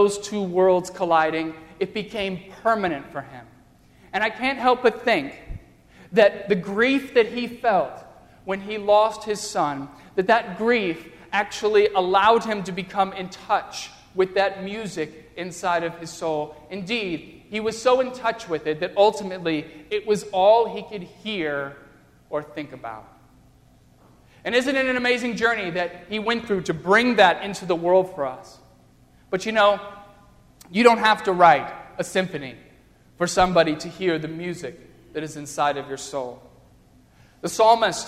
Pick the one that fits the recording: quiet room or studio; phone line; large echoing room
large echoing room